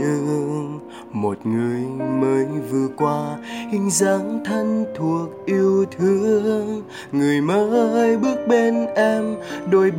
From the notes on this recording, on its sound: Recorded by my mobile phone